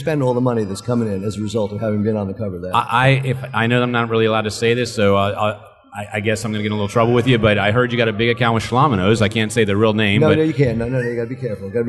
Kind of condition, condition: setting, busy venue